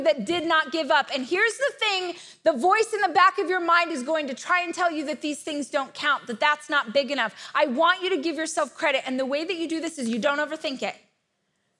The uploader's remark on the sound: This is a keynote that I gave last year at my Rise conference